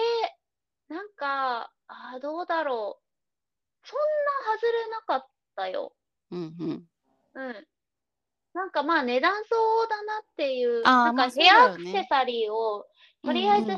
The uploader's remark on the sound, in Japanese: リモート収録につき時々途切れてますが